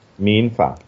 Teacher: 民 is the second tone, so we go up a little bit.